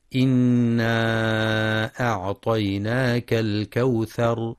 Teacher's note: ينتبه القارئ لغنة النون المشددة في إنا وللمد المنفصل إنا أعطيناك، حيث يمد 4 أو 5 حركات، كما يراعى ترقيق الهمزة في أعطيناك.